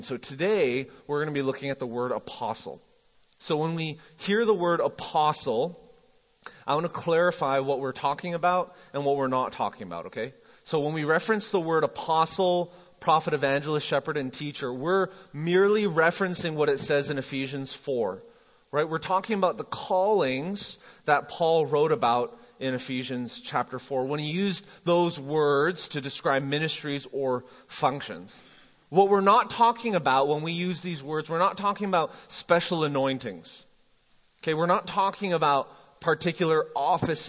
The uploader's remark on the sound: MJ campus. Recorded live at The Fellowship at Mt Juliet on January 20, 2019.